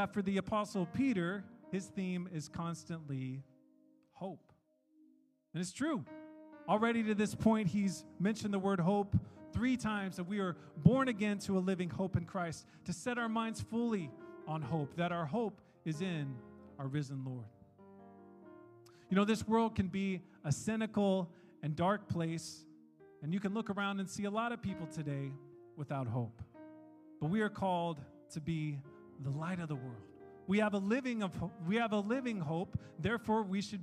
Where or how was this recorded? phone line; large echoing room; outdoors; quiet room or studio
large echoing room